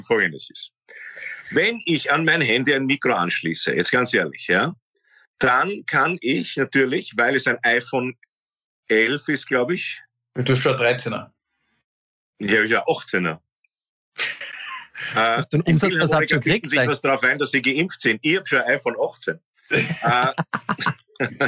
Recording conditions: video call